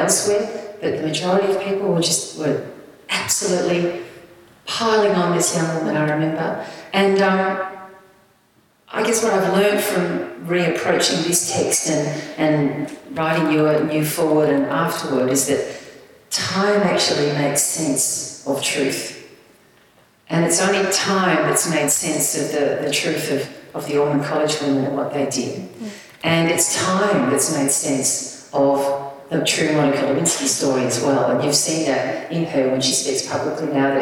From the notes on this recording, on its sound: This is a live recording from our event.